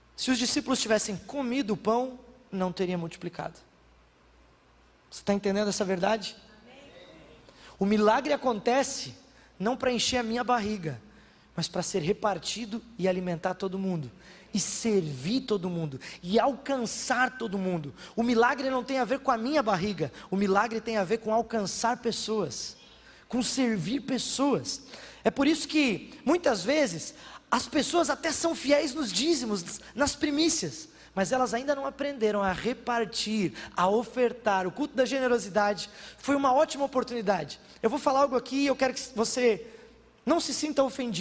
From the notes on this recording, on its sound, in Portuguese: na Igreja ABA Bumenau (Transmitido ao vivo)